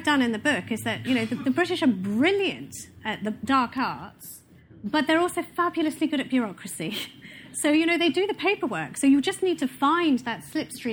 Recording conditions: live audience